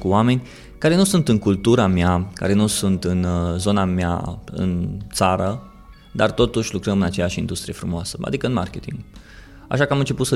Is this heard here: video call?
no